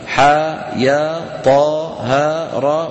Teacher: ينطق كل منها على حرفين ثانيهما حرف مد ويمد بمقدار حركتين مدا طبيعيا